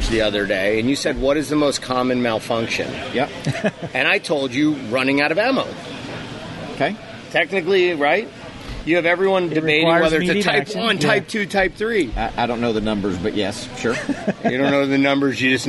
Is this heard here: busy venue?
yes